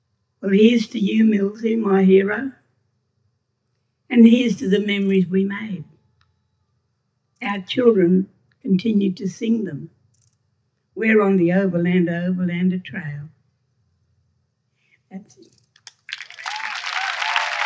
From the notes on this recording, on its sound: SPUN: True Stories Told in the Territory is a live storytelling event. Popping up at different venues across Darwin. Told at our event at Darwin Festival where the theme was HEART.